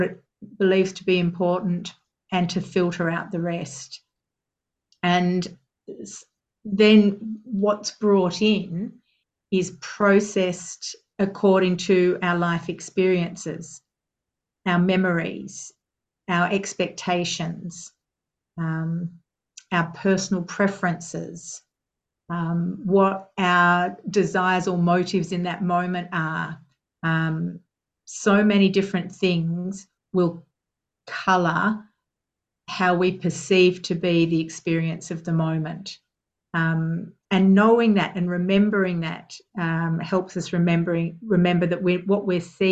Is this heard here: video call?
yes